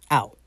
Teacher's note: when you contract I will, it's not pronounced I'll. No, it's ow.